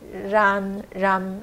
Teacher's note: 这个是念 ran 日的音，舌头卷一下日，但是不要念那么严重啊，就是 ran 就好了，ran 日安